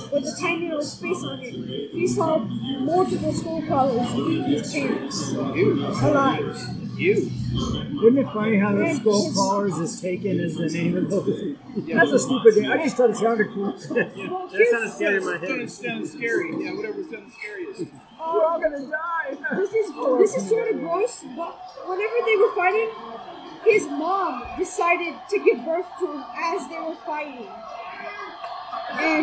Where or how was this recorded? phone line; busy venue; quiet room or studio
busy venue